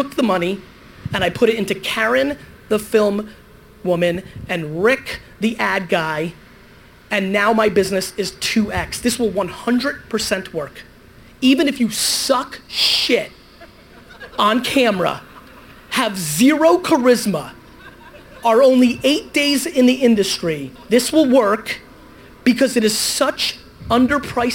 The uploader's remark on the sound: I was fired up for this opening keynote that I gave at VaynerExperience's first major event, Agent2021.